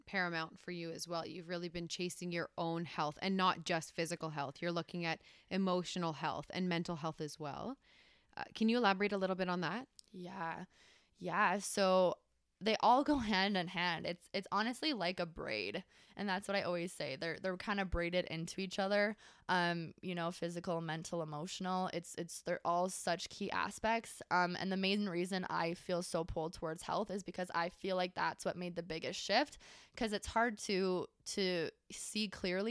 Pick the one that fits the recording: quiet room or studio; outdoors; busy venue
quiet room or studio